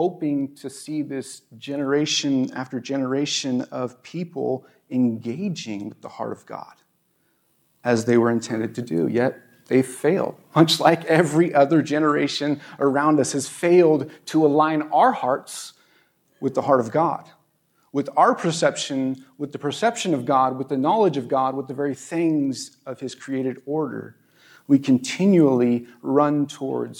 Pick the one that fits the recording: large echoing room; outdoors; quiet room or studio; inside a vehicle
large echoing room